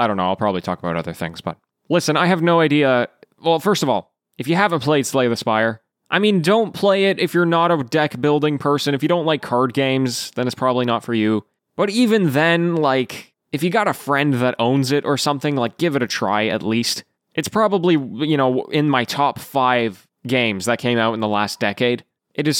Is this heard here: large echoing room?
no